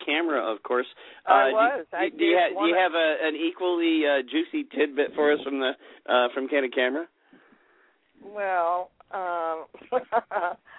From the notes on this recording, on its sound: call in to share their reactions